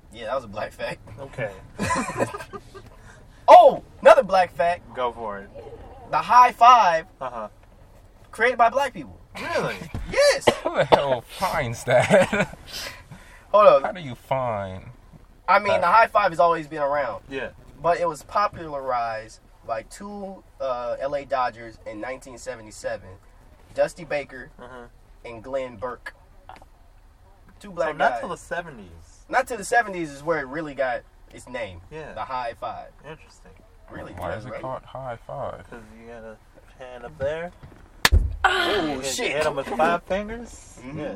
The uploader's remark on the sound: joins the boys in the car